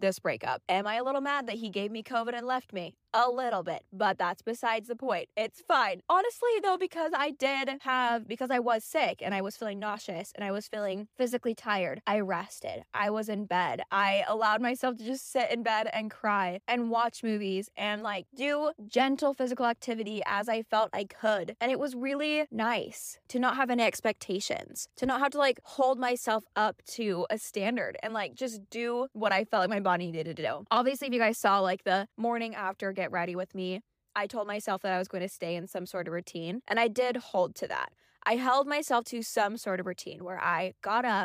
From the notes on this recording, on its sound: This episode is a bit more chaotic than usual, I just picked up and started talking as I was driving to the gym.